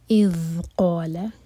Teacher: ذال پر سکون ہے، تھوڑا ٹائم دیں گے، رخاوا کریں گے